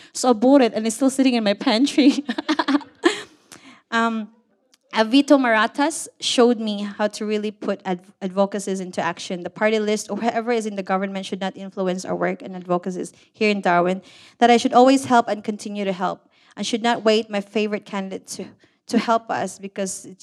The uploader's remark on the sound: A collection of stories recorded live at SPUN Turning 50 at Brown's Mart 2022.